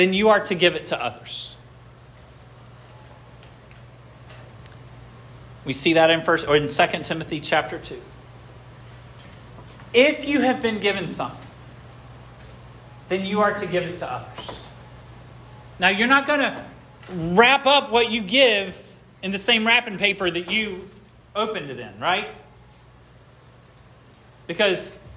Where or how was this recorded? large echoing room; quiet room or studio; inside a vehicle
large echoing room